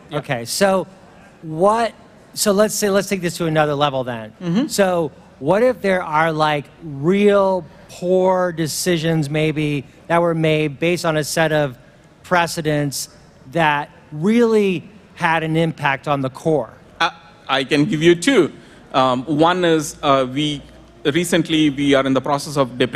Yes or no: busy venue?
yes